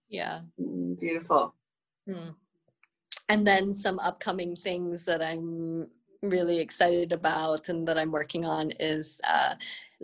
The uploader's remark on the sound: connect over Zoom